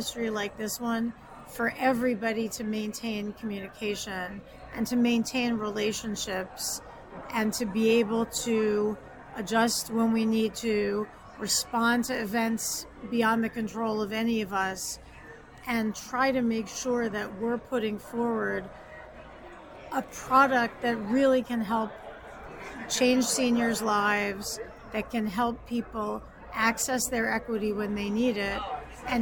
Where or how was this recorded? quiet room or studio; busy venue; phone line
busy venue